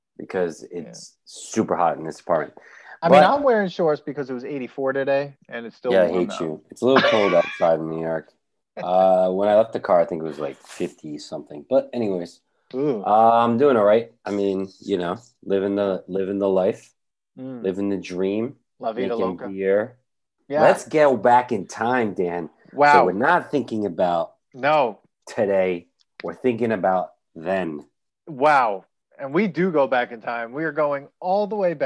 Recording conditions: video call